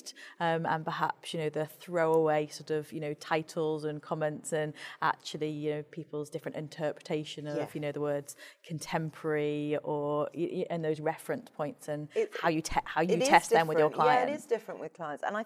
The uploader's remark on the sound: This epsiode is recorded at the Peter Jones store in Sloane Square